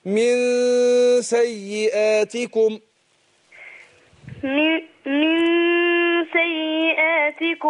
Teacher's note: أقول الإخفاء النون عند السين من سا. هنا إخفاء طبعا مع الغنة حركتين.